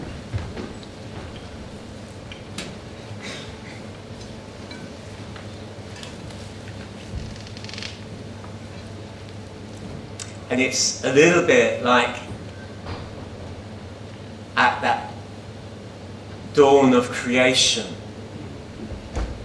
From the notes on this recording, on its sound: At King's Church, Cockermouth, as an audio file.